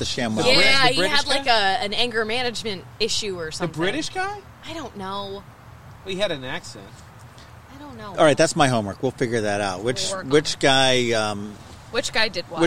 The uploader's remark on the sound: When the weather is perfect on a mid-October afternoon, you head outside with our friends at Katcef Brothers, Inc . To sit at a picnic table and record a beercast!